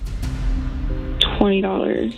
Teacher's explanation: I like the way you said it. A little vocal fry.